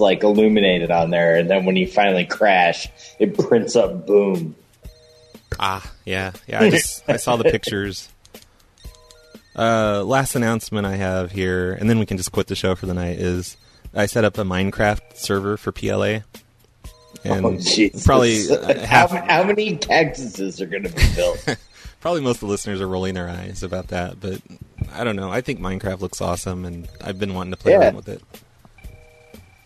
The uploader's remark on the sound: …'s Personal Prank Phone Calls Collection.